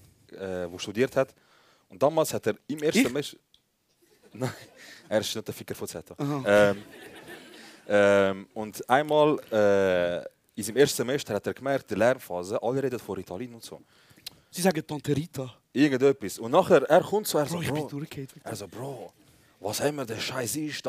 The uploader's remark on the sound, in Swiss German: K&B Live - Exil. Die ersti hälfti vo de Live Show im Exil.